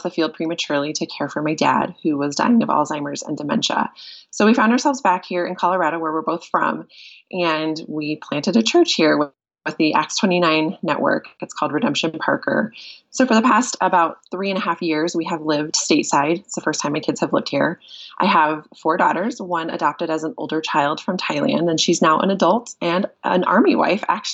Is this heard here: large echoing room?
no